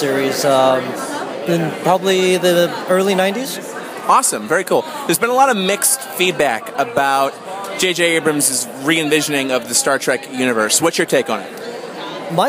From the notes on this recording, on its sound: Featuring the first ever “Nerds on The Street” segment recorded live at opening night of Star Trek: Into Darkness.